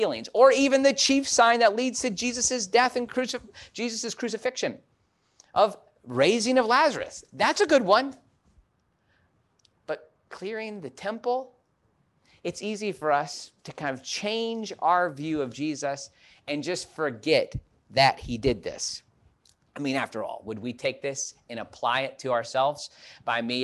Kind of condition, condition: setting, large echoing room